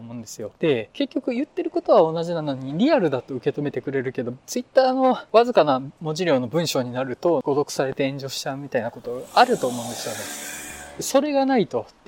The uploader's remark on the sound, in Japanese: 道を歩きながら収録しているのでノイズが多いです。